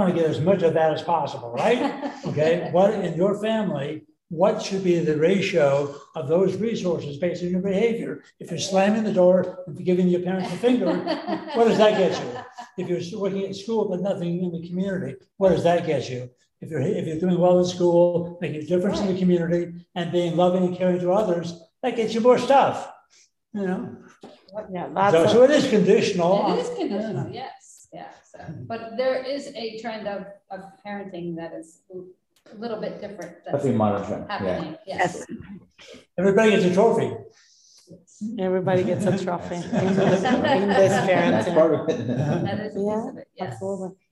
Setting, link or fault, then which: setting, live audience